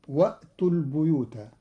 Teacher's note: قرأ قالون كلمة البيوت بكسر الباء لأن بعدها ياء، والكسر من جنس الياء.